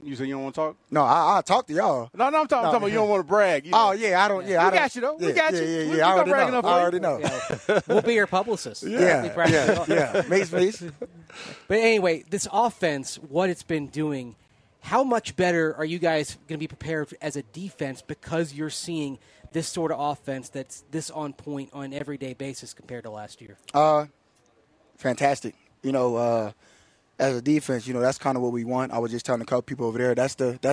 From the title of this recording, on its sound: live from Broncos Training Camp